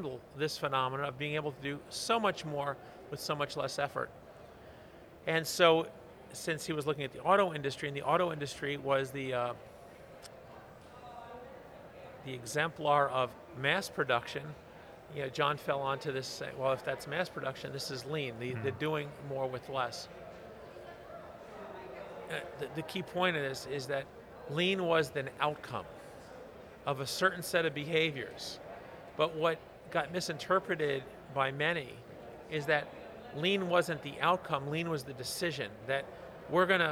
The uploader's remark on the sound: From the GBMP Northeast Lean Conference!